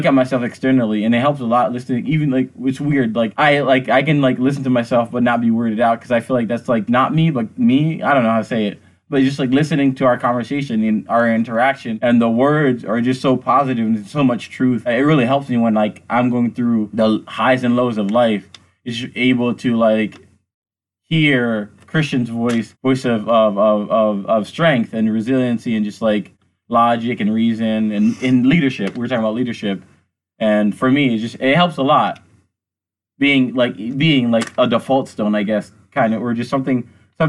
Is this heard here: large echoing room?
no